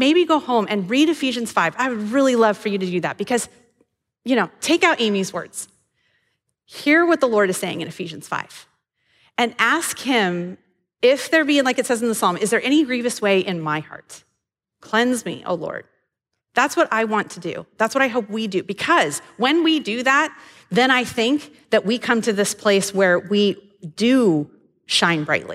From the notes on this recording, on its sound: This episode may sound a little different, as we recorded the audio at Devoted Live, which is our monthly meeting for the women's ministry of Athey Creek.